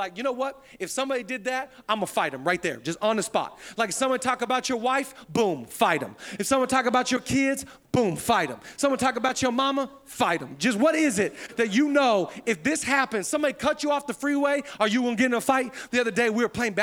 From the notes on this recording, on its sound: Zoe Church LA. Live from the El Rey Theater.